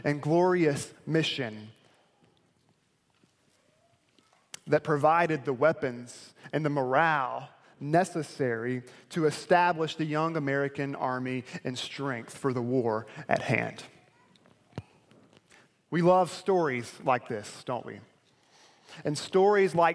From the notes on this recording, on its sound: delivered at Perimeter Road Baptist Church.